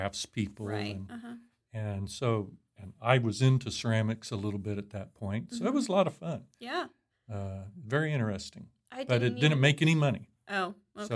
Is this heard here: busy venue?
no